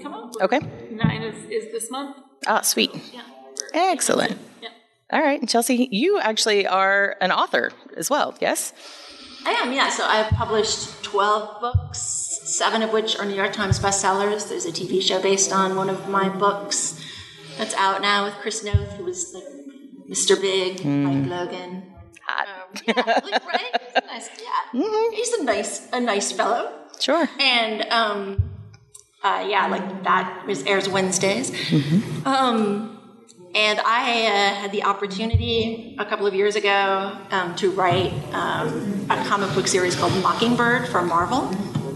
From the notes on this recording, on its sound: Live from Comicpalooza. This panel was live at Comicpalooza.